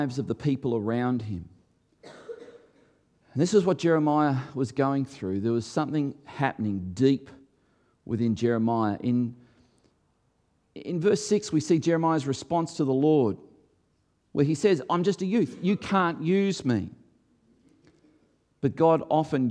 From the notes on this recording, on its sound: recorded before a live audience